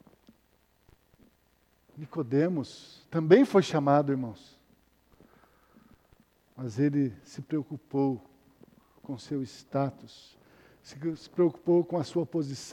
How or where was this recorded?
large echoing room